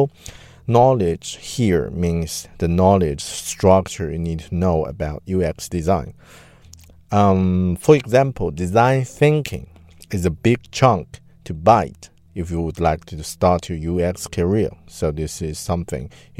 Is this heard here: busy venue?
no